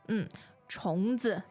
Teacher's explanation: So 虫 is second tone, right? 啊，是的。 Followed by the neutral 字